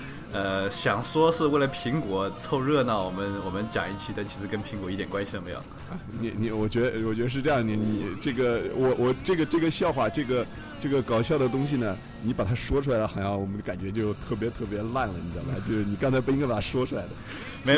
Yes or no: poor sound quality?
no